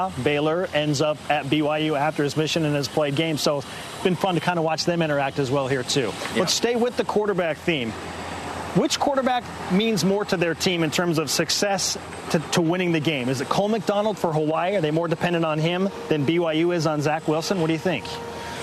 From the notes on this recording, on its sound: Live from Aloha Stadium. It is Bowl Game day.